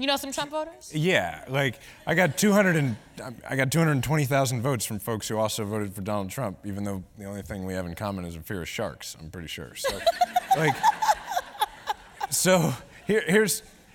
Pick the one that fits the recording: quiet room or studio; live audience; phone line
live audience